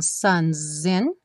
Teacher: O S ganhou um som de Z.